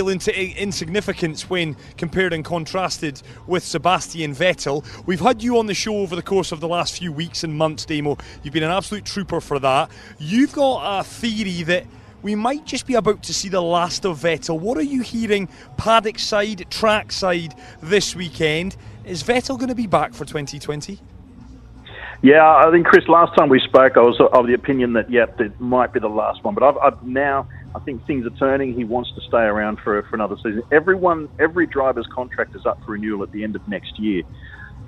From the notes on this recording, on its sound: From the rooftop garden of Barasti